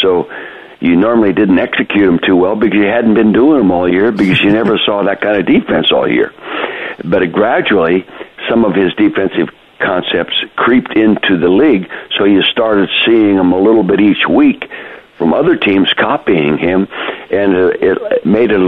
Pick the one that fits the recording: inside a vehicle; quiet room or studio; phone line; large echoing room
phone line